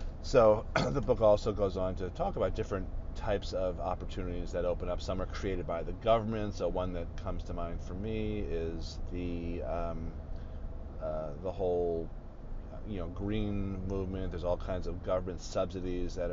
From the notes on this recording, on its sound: I recorded this episode at a marketing conference in San Diego.